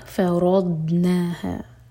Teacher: दौद हम ज़बान की साइड से पढ़ते हैं, झटका नहीं आना चाहिए